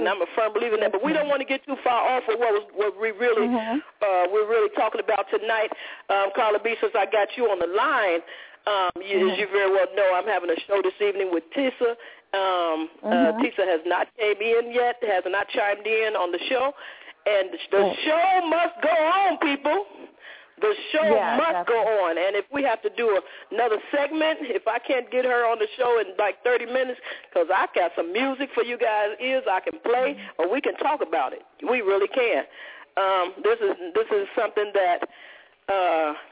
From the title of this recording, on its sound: Opens Up The Phone Lines